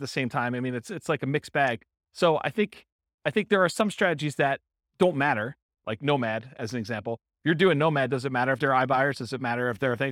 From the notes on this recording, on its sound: In Huntington Beach, California. This was a live class recorded. The live in-person version.